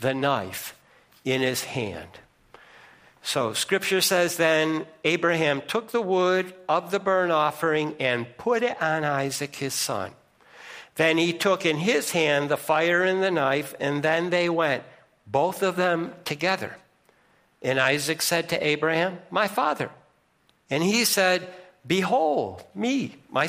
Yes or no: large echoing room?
yes